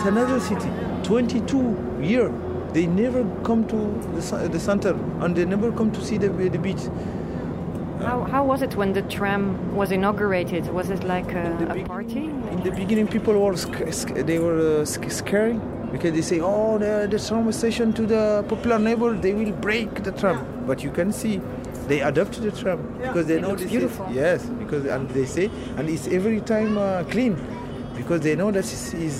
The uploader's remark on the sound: Casablanca: who owns the city #2 Vertical Field Trip. We pick up trash at the shore, circle the lake and have lunch at the central square. We visit a cultural centre, a local market and take a peek at colonial architectural heritage. This soundscape tries to capture the moods, sounds, views and smells of the day that made a big impression on all of us. Bruit du frigo (urban creation collective) at Lac d’Oulfa.